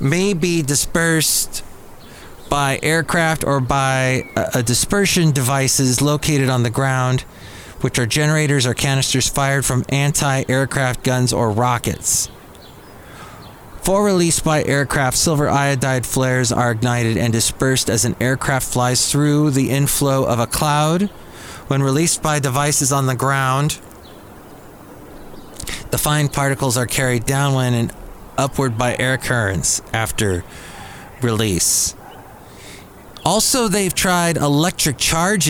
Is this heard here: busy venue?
yes